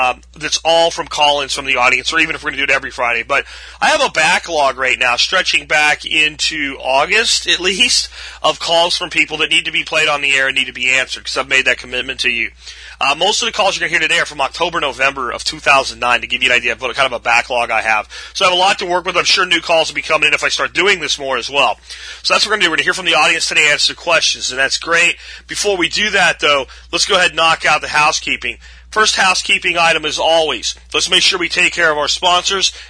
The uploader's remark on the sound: Call in friday